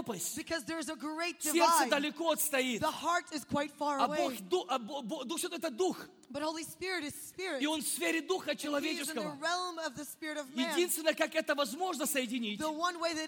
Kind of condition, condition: setting, live audience